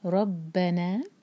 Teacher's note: را ہیوی اور با پر زور دیں گے، لیکن با کو ہیوی نہیں ہونے دینا، با نہیں کہیں گے، با ربنا، نا دو حرکہ مد طبیعی ہے.